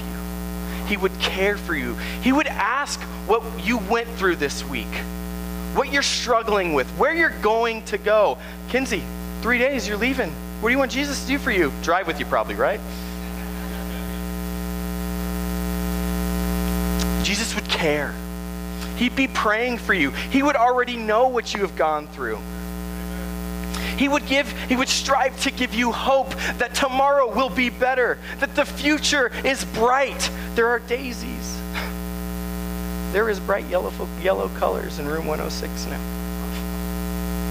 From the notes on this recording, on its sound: Sermon originally preached August 5, 2018 at Tempe Nazarene Church.